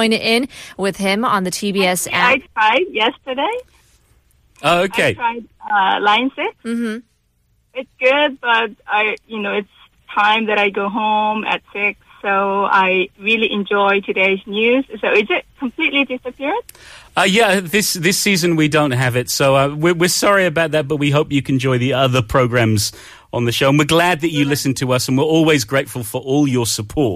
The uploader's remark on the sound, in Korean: 전화연결